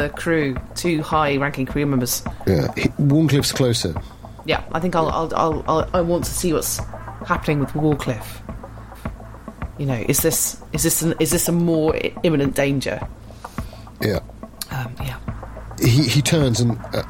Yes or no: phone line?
no